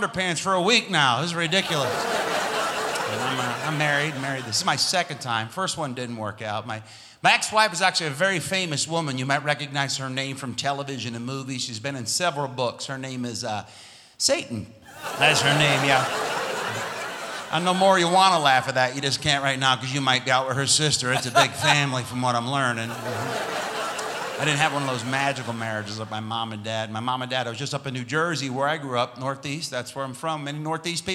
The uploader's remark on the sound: Live at the South Point Casino